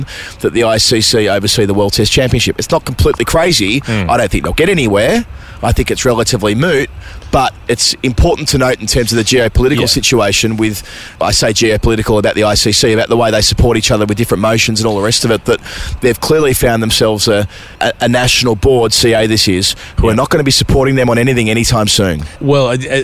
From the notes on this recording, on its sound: This week's episode comes direct from the Media XI cricket match against the MCC. An episode that was a lot of fun, recorded in a lovely location.